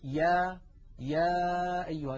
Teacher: الحرف الثالث الذي نريد أن نتكلم عنه اليوم هو حرف الياء كما نراه أمامنا على الشاشة، ولاحظوا بأن الياء أيضا من وسط اللسان وأن المخرج غير منقفل وأن أقصى اللسان قد انسفل وانخفض إلى أسفل منطقة أقصى اللسان.